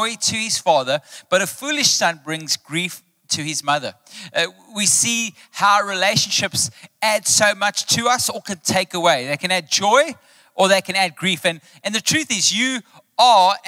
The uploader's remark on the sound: Recorded live on Sunday 14th May the 2023